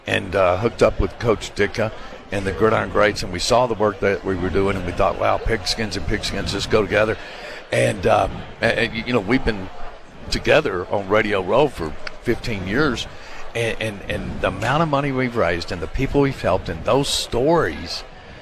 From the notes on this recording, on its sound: while on Radio Row at the Super Bowl in Las Vegas